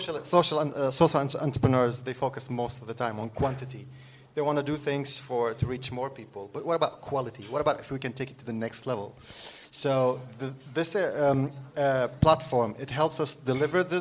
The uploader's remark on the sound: Recorded live in front of an audience. This episode was recorded at Sthlm Music House , Stockholm's new hub for entrepreneurs working in music, media and tech.